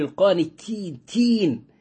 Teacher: التاء مرققة مع الهمس صفاتها